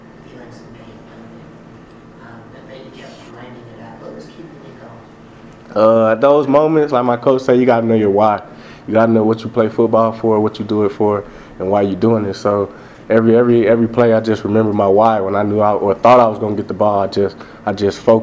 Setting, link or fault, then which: setting, busy venue